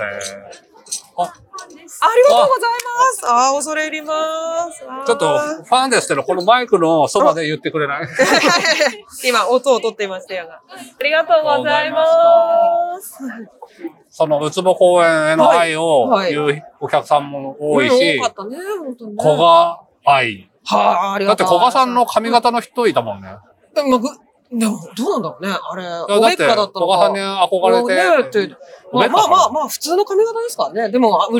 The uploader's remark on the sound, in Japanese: 文学フリマ大阪（2022/09/25開催）の会場から、マスク着用＆小声収録でお送りする14回目